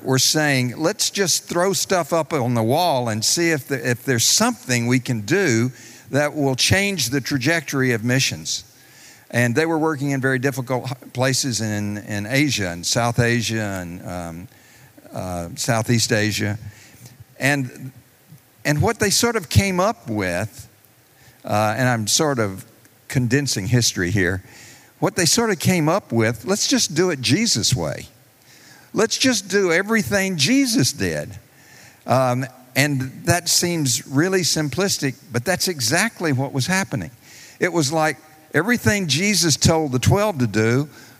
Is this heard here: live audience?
yes